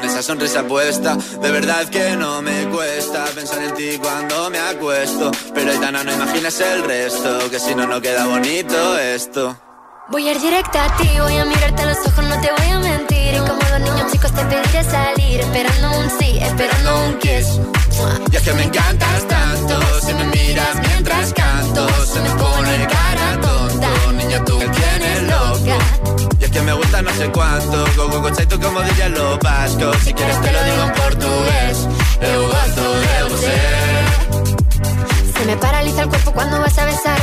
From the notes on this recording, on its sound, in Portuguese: Fomos até à zona VIP. O Wi-Fi da RFM é feito ao vivo, a partir do Slice Lounge, durante 3 noites.